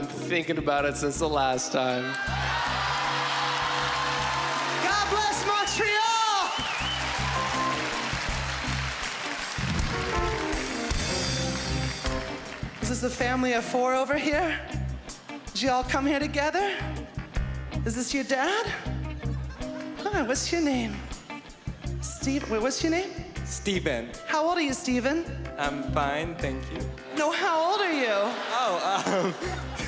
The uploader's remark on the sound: stand up from the #JustForLaughsFestival in 2015